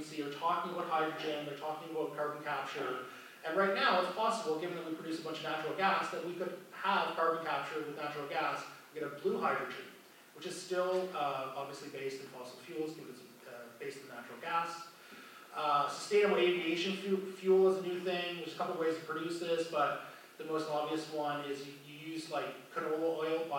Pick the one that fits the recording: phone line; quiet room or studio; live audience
live audience